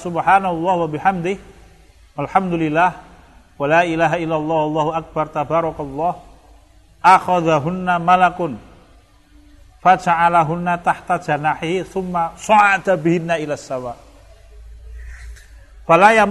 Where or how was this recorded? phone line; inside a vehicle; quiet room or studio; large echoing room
large echoing room